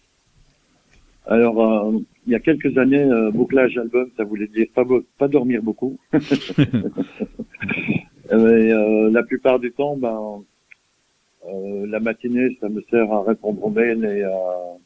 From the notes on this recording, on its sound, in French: reçoit par téléphone